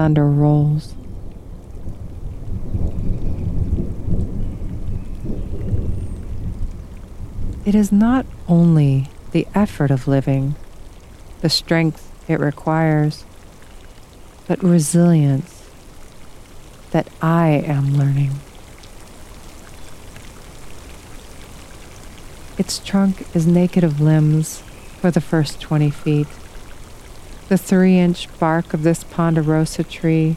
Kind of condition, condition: setting, outdoors